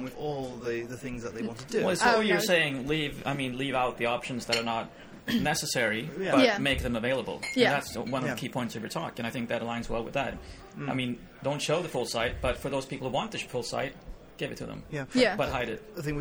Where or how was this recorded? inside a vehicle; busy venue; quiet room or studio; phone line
busy venue